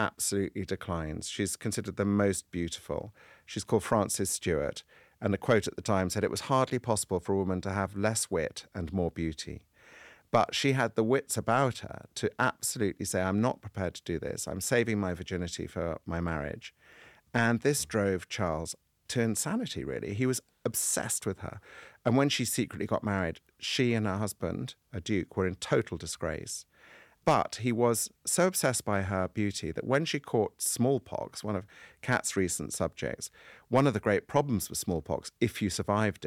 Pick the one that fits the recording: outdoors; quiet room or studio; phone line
quiet room or studio